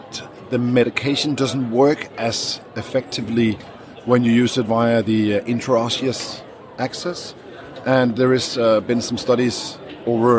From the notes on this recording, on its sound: European Resus Council meeting Slovenia 2019. A vox pop round up of the best of the ERC19 conference in Slovenia.